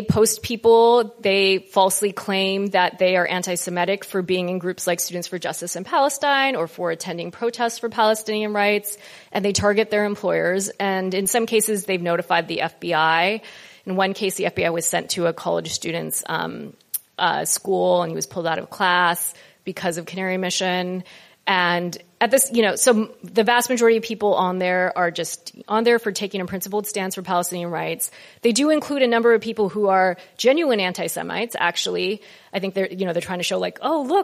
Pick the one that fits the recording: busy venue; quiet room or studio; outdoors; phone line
busy venue